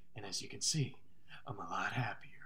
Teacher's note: he has a very weird, like, breathy way of speaking